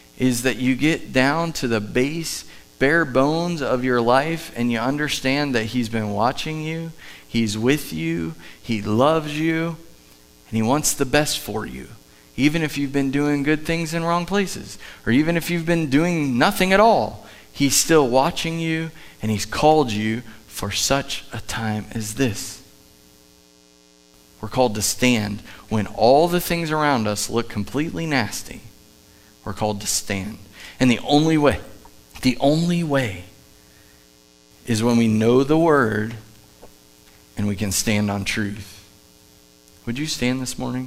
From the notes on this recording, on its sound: Live from The Summit Church in Dover, OH